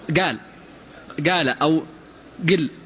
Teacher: قبائل مضرية كسليم وغيرها، ينطقون القاف مشقوقة · Term: القاف المضرية